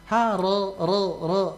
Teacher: Tapi kalau dia berharokah, ha ro ro ro, itu tetap ada getarannya